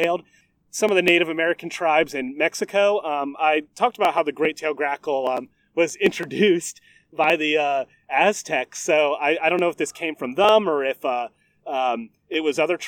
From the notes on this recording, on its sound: Dirty Bird is recording on Goat Island in Lake Gaston, NC! This episode was recorded very early on in the pandemic before travel bans, ect. Please excuse any wind, boat noises, or poor audio quality.